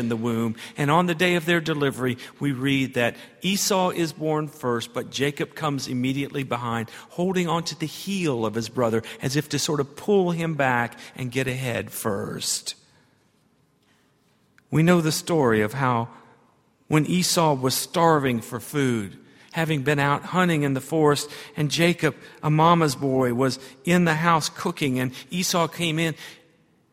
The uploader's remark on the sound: at Highland Baptist Church